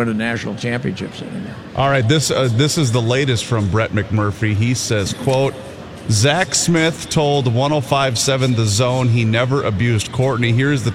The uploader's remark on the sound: live at the 3M Championship at the TPC